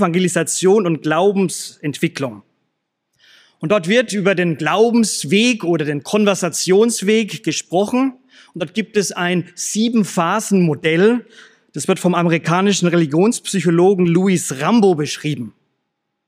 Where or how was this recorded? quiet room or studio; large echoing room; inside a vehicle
large echoing room